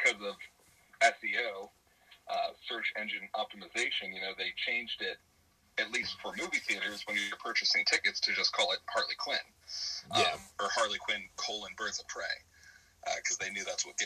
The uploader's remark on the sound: we were having some technical difficulties so there is some struggle with communicating